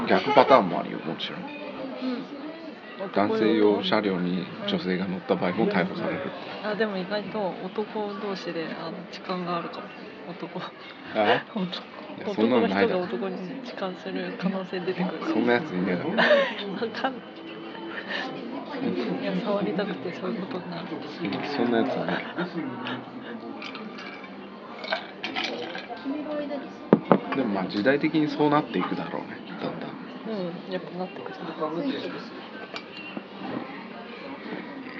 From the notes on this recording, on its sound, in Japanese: 温泉施設のレストランでの録音です。